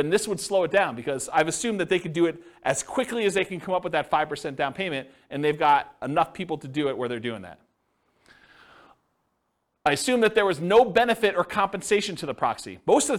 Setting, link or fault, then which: setting, live audience